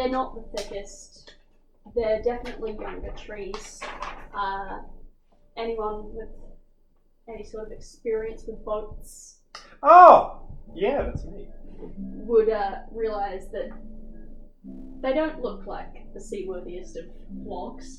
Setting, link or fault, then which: fault, poor sound quality